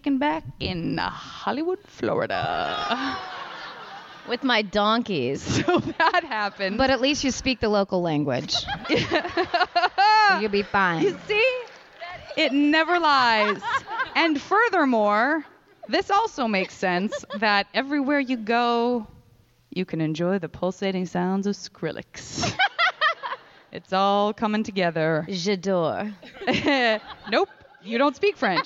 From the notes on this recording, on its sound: Live recording from Portland's terrifically fun Bridgetown Comedy Festival.